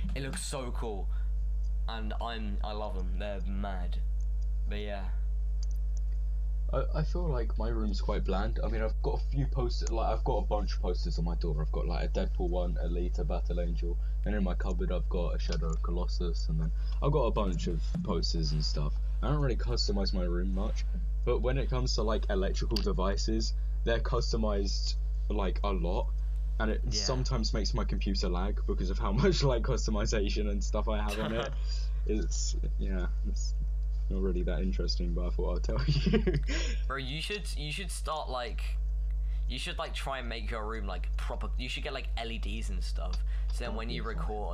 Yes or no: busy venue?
no